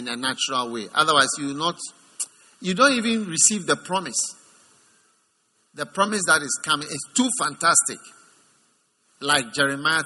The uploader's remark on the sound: Preached at the First Love Center, Accra.